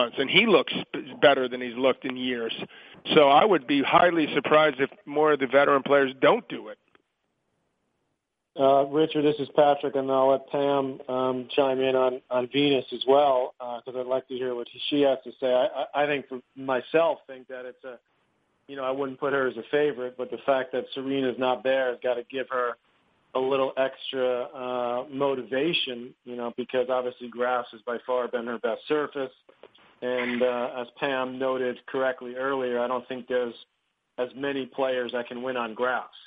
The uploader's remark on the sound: Wimbledon Conference Call